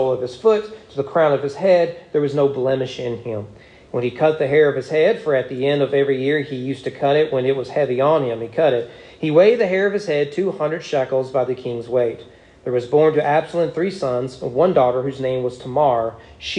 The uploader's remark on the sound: Sermon preached at East Frankfort Baptist Church on August 7, 2022 during morning worship.